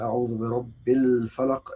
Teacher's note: القاف هنا نقف عليها بسكون فتقلقل